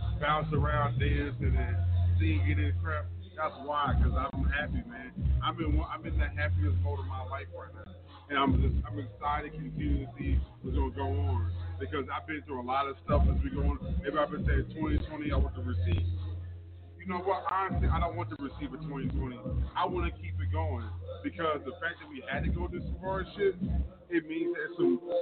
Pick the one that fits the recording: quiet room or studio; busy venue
busy venue